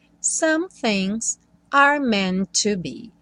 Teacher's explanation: Meant to be, o primeiro T não vai ser pronunciado